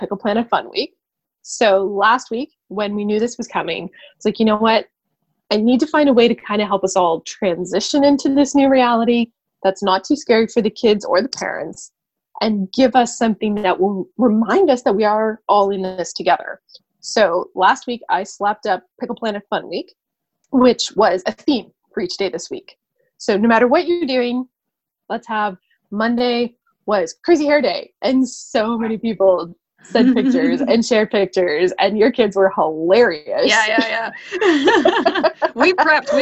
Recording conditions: video call